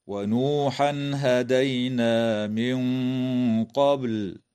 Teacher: إظهار للتنوين عند الهاء في قوله تعالى ونوحا هدينا · وتخفى النون الساكنة عند القاف مع الغنة مفخمة في قوله تعالى من قبل مع قلقلة الباء في كلمة قبل